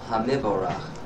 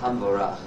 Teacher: The Shva tells you, I am not silent. So you must sound the Mem, M. · Shown in: first take · So it's Hamivorach.